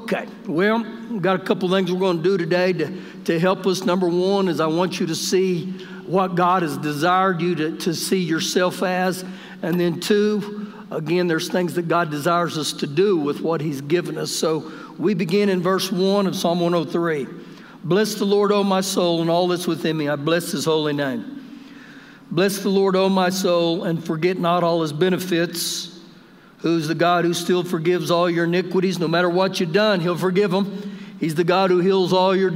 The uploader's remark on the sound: Recorded live during our Sunday morning service